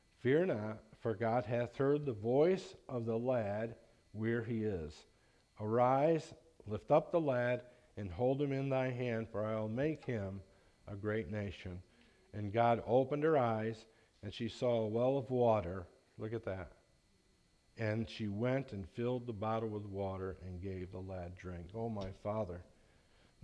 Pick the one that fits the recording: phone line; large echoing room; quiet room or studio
large echoing room